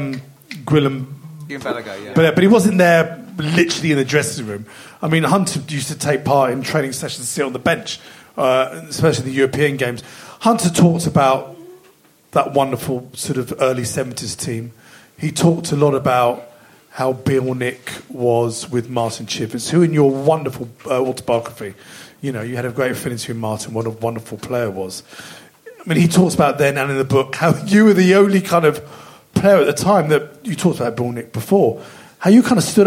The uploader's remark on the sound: live for Spurs Show Season Ticket holders (and Plus One's) from The Albany on Great Portland Street!